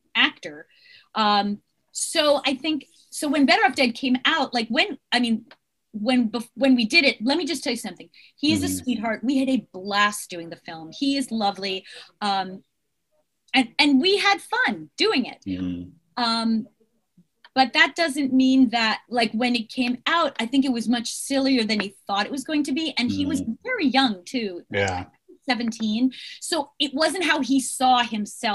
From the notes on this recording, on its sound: a very special Mad Bros Media Zoom Podcast